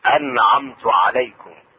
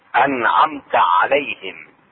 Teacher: النون الساكنة تظهر عند العين · Term: أظهار النون الساكنة